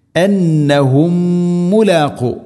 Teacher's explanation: സാക്കിന മീമിന് ശേഷം വീണ്ടും മീം, ഇദ്ഗാം മുതമാസിലൈൻ, മണിക്കണം, ഒറ്റ മീമാക്കി ഉച്ചരിക്കണം